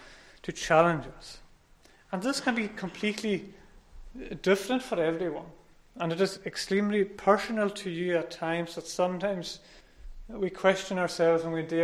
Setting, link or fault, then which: setting, large echoing room